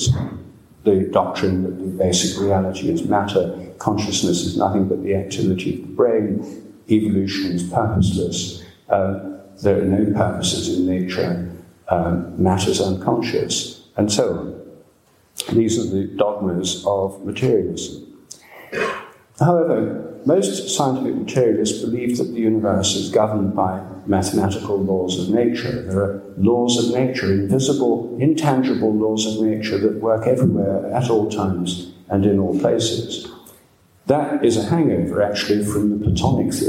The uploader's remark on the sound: Dartington Great Hall, Devon, January 28, 2015.